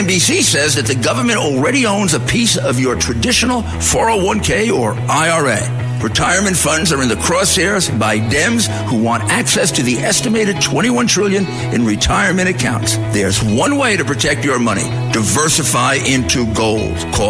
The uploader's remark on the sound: call into the show